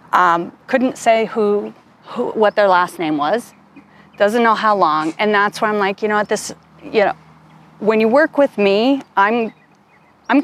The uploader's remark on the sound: This podcast we went outdoors for a special field trip episode. Bathed in the warmth of a 71-degree February day.